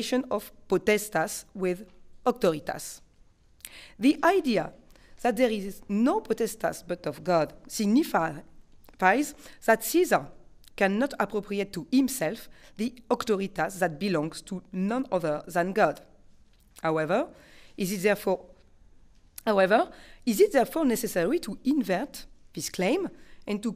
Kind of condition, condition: setting, large echoing room